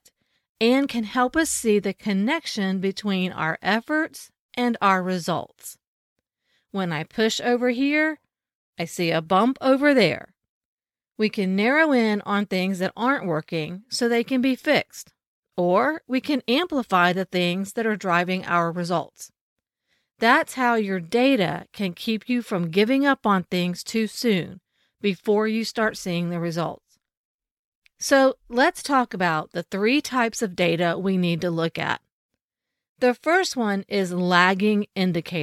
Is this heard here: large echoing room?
no